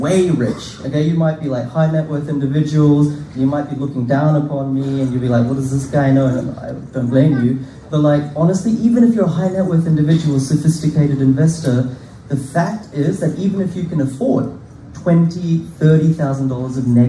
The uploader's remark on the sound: A live in-person Property Meet Up at the Castle Hill RSL Club, Sydney.